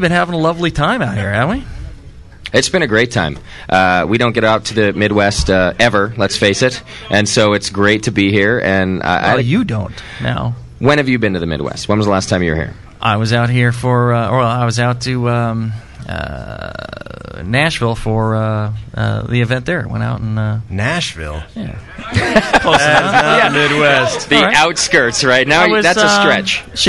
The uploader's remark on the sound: To help celebrate the grand opening of Northern Brewer's newest Midwest location. Live show from the new store.